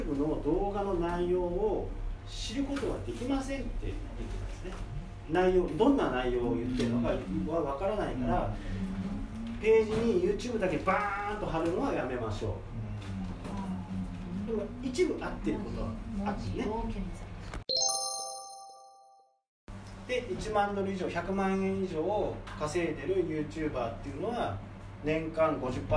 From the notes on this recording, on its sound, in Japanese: こっそり録音したセミナーの内容をお聞きください。